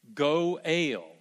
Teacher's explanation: you made it two syllables instead of saying goal, you say go, and then for the A-L, you make it a long A, go-ale.